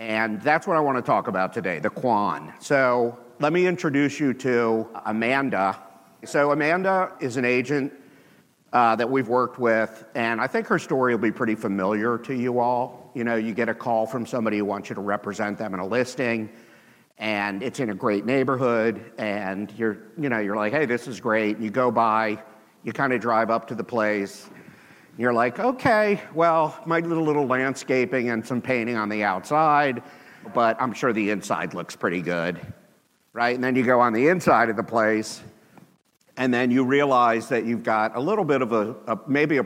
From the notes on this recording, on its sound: with the audience at the HyperFast Sales Summit